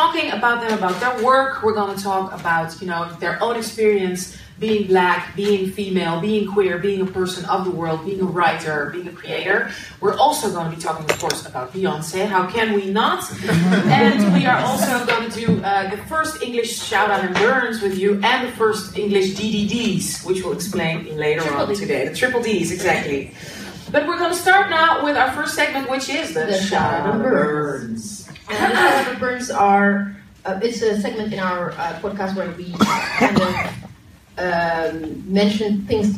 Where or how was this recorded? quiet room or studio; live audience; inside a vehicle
live audience